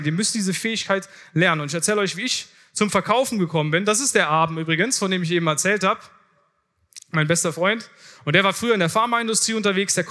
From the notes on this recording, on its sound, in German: Vortrag von der diesjährigen Founder Summit